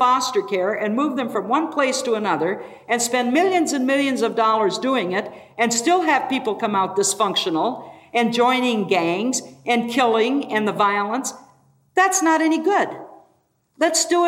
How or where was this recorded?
live audience